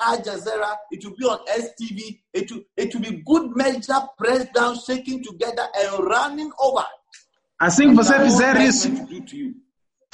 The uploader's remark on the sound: ZOOM CAMPUS SERVICE